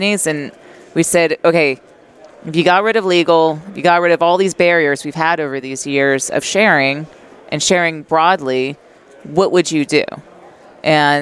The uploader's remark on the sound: Live at AFPM